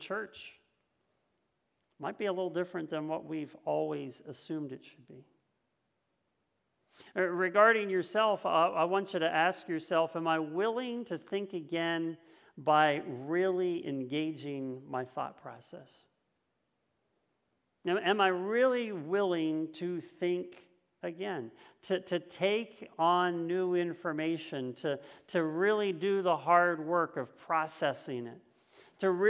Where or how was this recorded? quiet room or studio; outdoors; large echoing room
large echoing room